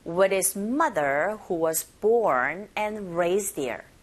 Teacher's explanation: 이 위에 e라는 모음과 his의 e가 모음 사이에 지금 th가 있고 his 사운드는 강세를 받지 않는 his가 단어가 그런 강세 받지 않는 기능어인지라 흐 사운드가 아주 안 들려요. 아주 들려도 아주 미세하게 들리죠.